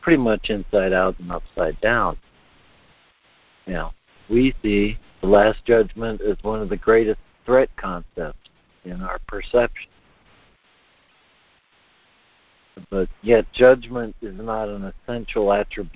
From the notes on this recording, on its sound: ACIM Daily Conference Call